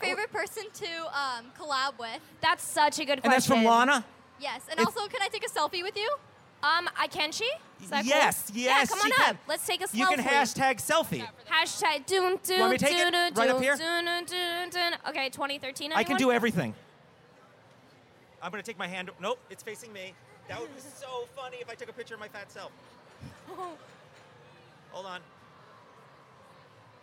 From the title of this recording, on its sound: Live at VidCon